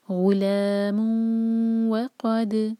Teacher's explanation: ہم تنوین کو ناک سے نکالیں گے اور واو سے جوڑیں گے اور 2 سیکنڈز کا ٹائم ہم نے دینا ہے، ورنہ یہ غنہ نہیں ہوگا. · Term: ادغام غنہ